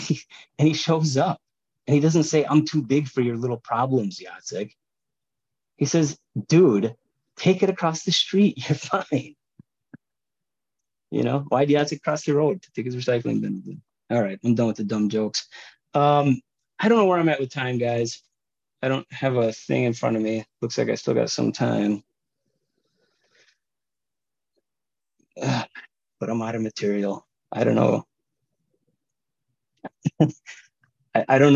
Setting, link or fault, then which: link, video call